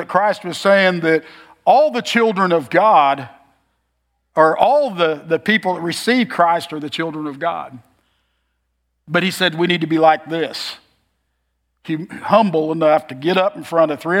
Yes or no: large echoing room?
yes